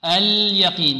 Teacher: اللام هنا لابد من إيضاحها، اليقين بدون قلقلة